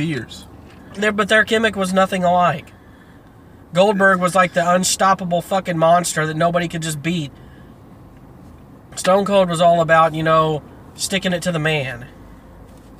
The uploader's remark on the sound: 1st episode from the car